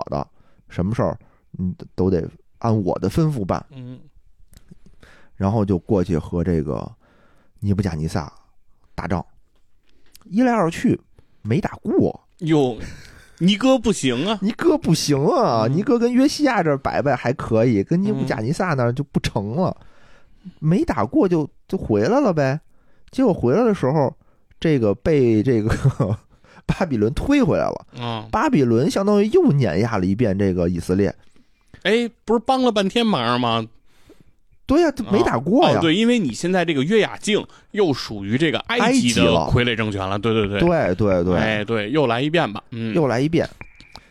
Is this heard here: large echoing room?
no